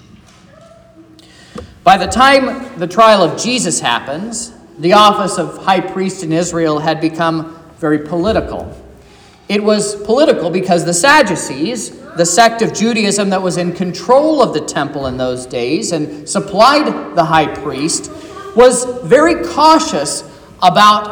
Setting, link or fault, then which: setting, large echoing room